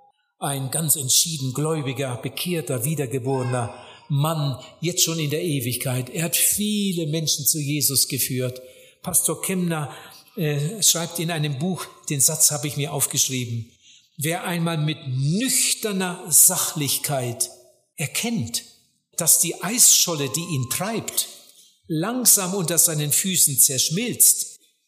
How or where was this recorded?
live audience